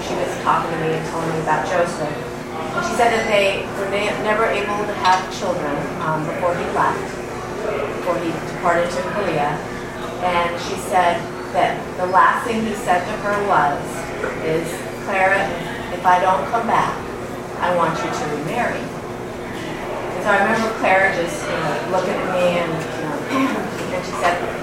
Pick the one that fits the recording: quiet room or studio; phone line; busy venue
busy venue